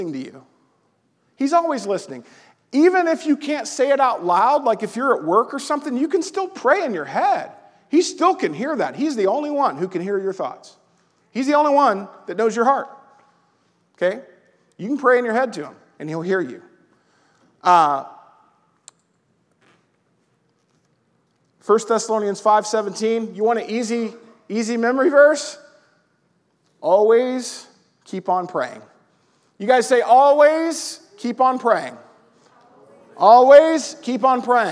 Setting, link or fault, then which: setting, large echoing room